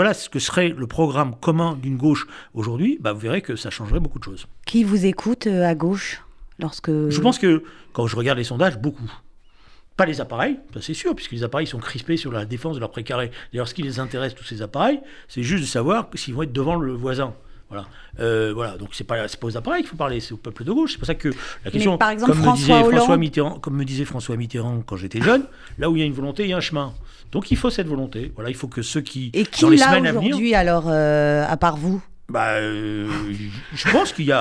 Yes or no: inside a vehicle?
no